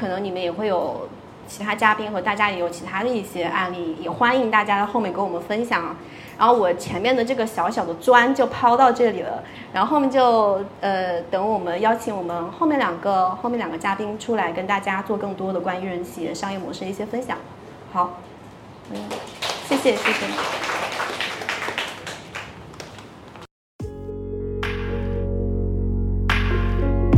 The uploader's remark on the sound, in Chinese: 本期节目是7月16日上海自由会客厅线下活动《个人IP型一人公司，如何跑通商业闭环》的现场录音，现场一共3位一人公司型嘉宾做了分享。